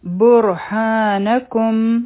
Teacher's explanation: ها مدی طبیعي دی، نو دا به دوه حرکه اوږدوو.